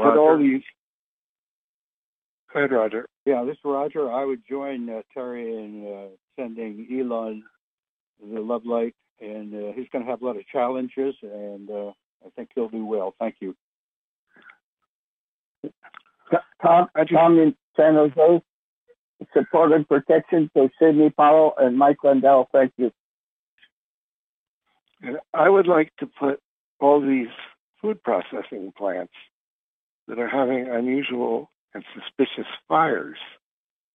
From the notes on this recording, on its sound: Conference Call LIVE, April 25, 2022.